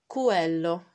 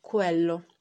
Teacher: il mancato dittongo che si fa iato · Shown in: first take